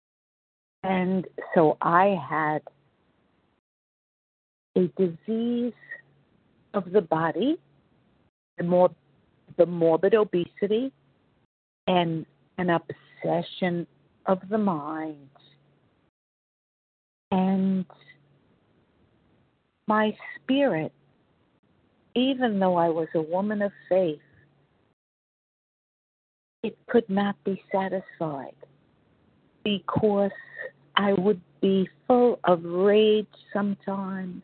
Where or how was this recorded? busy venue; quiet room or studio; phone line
phone line